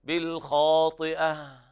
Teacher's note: والخاء هنا أعلى درجات التفخيم لأنها مفتوحة بعد ألف